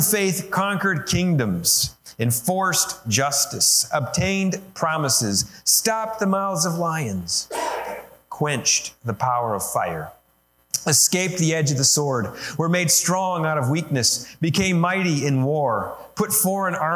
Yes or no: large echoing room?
yes